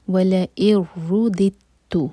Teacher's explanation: वला इरु, इसके बाद है दाल पर कसरा, और सेकेंड वाला जो दाल है वो है एम्प्टी, और एम्प्टी दाल के बाद है ता जिस पर है शद्दा. तो हम फर्स्ट दाल को जिसके नीचे कसरा है उसको ता से जोड़ेंगे, बीच में जो दाल है उसको प्रोनाउंस नहीं किया जाएगा